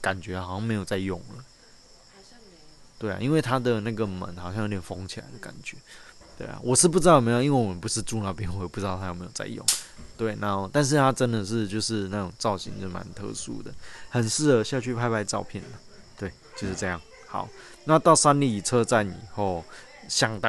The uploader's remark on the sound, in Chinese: 鐵路環島從台東到鹿野。由於會是在旅程途中錄製。錄音品質上麻煩大家多多包涵。